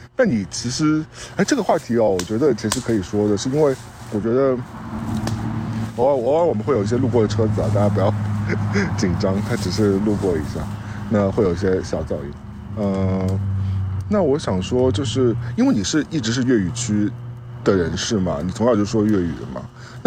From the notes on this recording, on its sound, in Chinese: 本期为室外星夜下炉火边录音